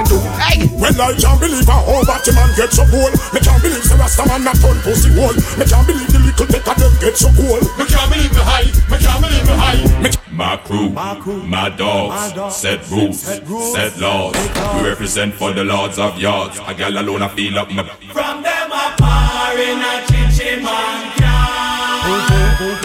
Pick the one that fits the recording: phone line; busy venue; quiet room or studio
busy venue